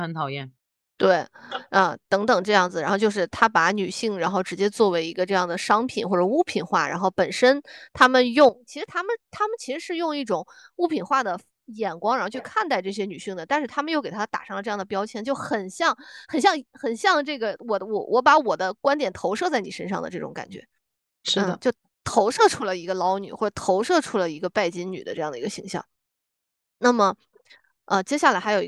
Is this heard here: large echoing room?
no